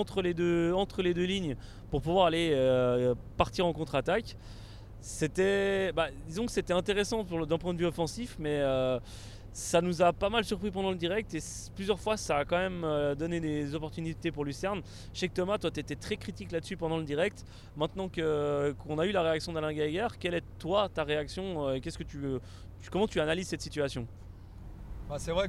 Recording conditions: inside a vehicle